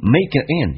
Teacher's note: 因为 an 可以弱化成 n 叫 makean · Term: 连音